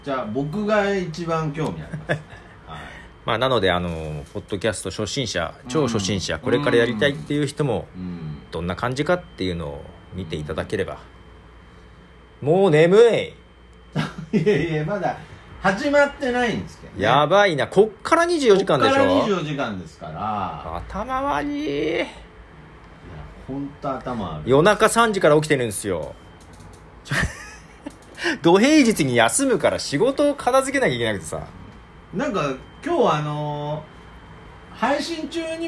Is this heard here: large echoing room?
no